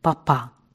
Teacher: Мой папа...» Это слово он произнес смешно, как бы по-французски с ударением на последнем слоге